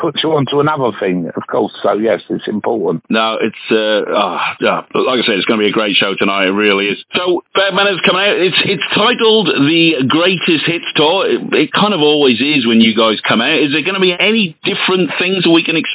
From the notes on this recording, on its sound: on the phone